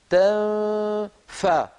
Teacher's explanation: الضغط يبدأ عند نطق الفاء